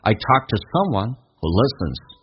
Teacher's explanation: 要记住 to 不被强调，一般直接说成 t 这个发音